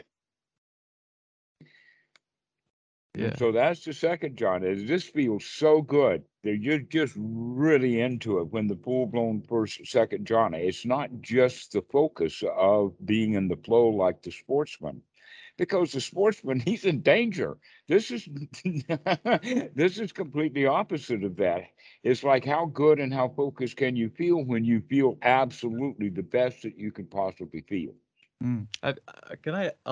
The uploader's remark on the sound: Skype calls on this channel.